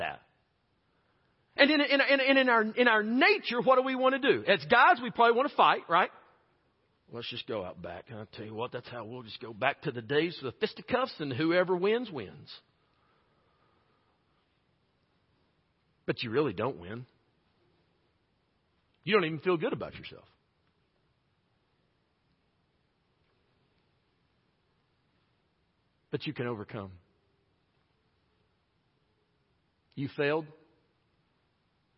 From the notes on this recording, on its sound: preached this message at Chilhowee Hills Baptist Church in Knoxville, TN on March 6, 2022